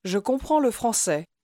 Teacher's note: although you're saying le français, the word le is very lightly pronounced.